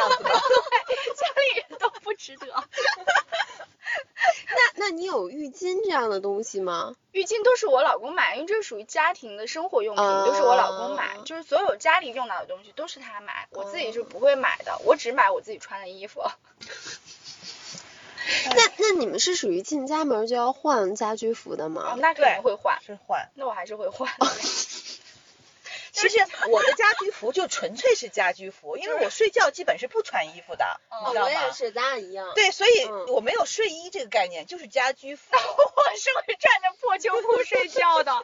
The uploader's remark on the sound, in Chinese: 具体场景是：地下车库，车里。录音笔在中间。的羽绒服一直在沙沙作响。